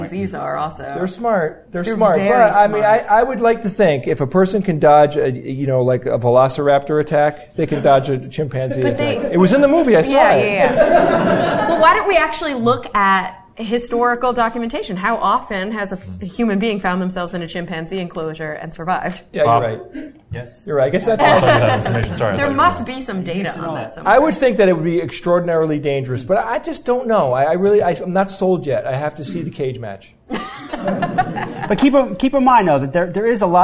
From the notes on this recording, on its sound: Live Recording from NECSS 2017.